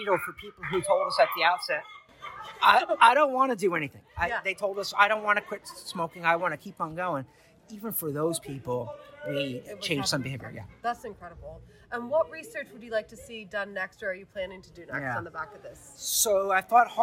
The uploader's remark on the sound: at the US E-cigarette Summit in Washington DC